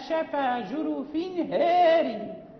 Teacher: هذا الباب كله قرأه بالفتح لقالون سوى هار، يعني في سورة التوبة، في سورة التوبة، فأمالها ولكن إمالة كبرى